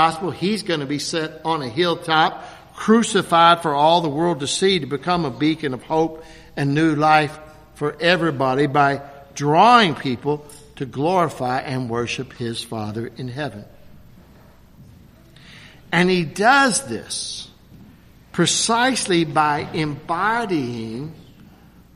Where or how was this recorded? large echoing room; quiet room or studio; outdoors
large echoing room